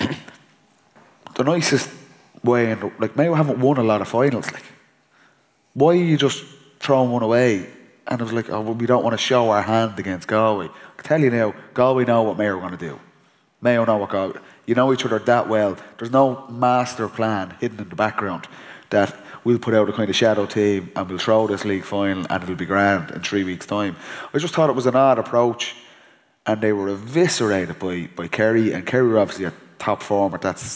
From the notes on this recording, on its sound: TFP LIVE in Castlebar. Welcome to the very first live roadshow of The Football Pod. The Football Pod LIVE in Castlebar.